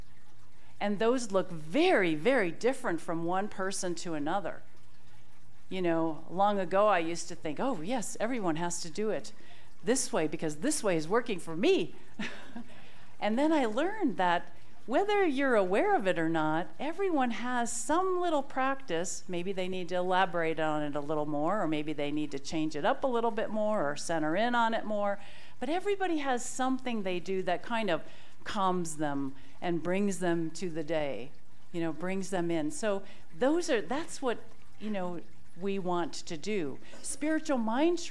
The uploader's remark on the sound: This talk was recorded live at the Center for Spiritual Living Prescott on July 30, 2023.